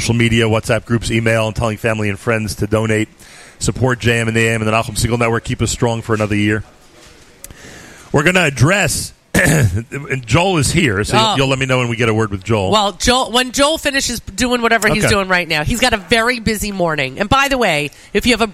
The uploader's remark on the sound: Live from Gotta Getta Bagel in Woodmere